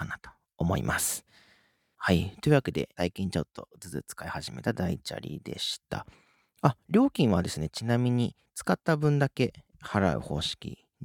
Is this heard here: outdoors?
no